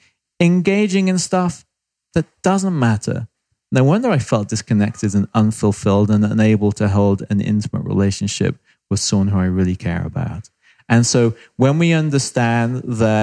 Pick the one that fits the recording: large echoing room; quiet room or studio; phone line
quiet room or studio